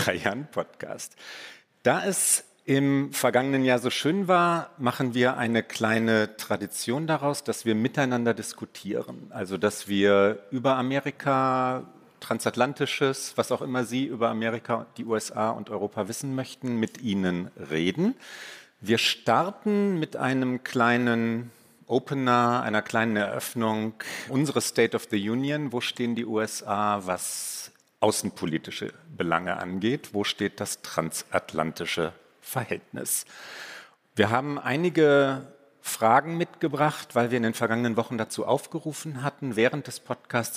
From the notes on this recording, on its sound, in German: Mitschnitt der Livefolge des transatlantischen Podcasts, aufgenommen beim großen Podcast-Festival von ZEIT ONLINE. April in Berlin. Außerdem sprechen wir mit Hörerinnen und Hörern.